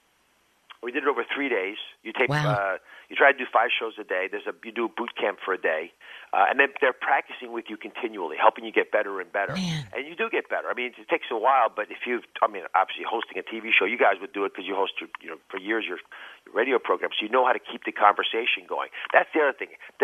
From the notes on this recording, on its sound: He called in to the big show